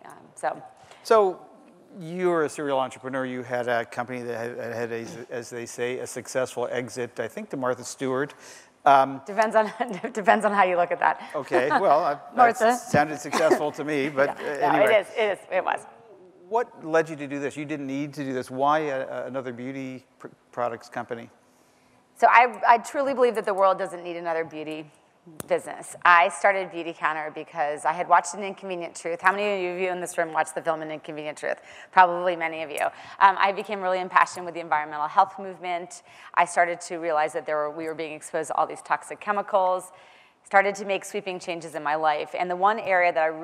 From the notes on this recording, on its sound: The best of live interviews from GreenBiz events.